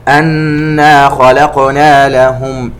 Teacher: النون المشددة غنة بمقدار حركتين